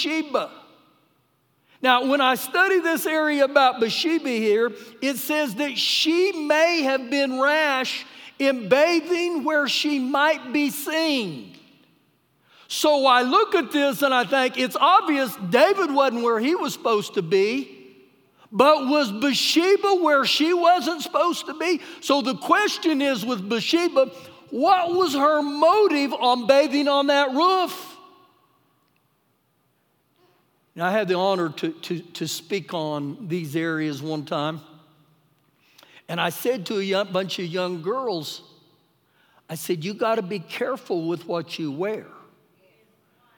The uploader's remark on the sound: Recorded live during our Sunday morning service